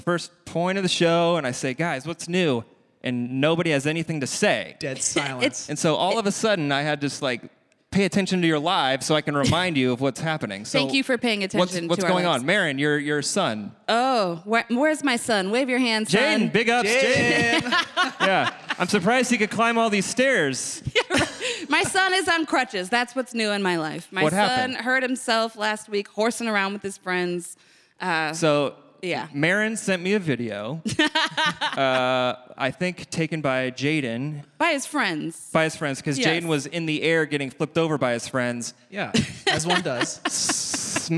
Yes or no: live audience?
yes